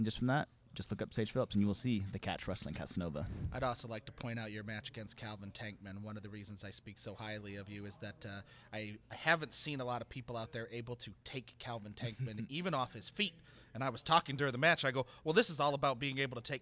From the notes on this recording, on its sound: WrestleARTS 11 Preshow Extravaganza at Sahara Grotto. Special pre-show episode recorded at the iconic Sahara Grotto.